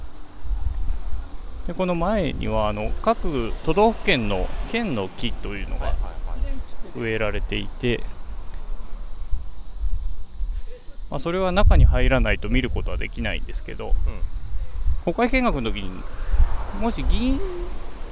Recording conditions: wind noise